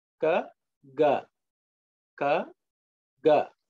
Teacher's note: the same position, but we are adding some resonance to the sound. So ka, the first one and the third one, the difference is one is ka, other one is ga.